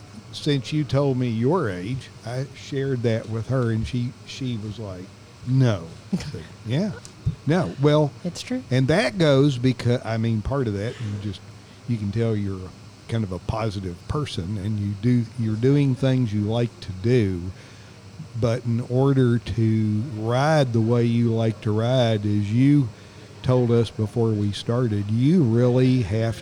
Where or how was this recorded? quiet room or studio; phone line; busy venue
busy venue